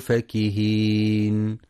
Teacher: ينتبه القارئ برواية حفص في كلمة فكهين لفتح الفاء فقط دون مد، فلا يقرأ فاكهين بمد الفاء، وإنما وردت بالمد في سورتي الدخان والطور.